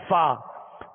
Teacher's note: اوپر کے سامنے والے دو دانتوں کے کنارے اور نچلے ہونٹ کا تر حصہ اس سے ادا ہوتا ہے فا